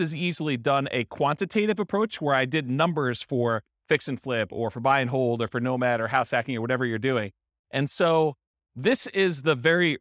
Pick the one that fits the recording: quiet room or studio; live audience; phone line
live audience